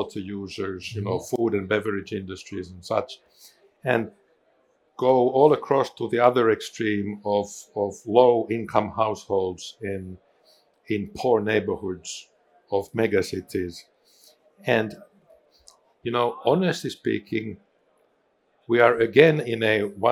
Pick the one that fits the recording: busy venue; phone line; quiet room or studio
busy venue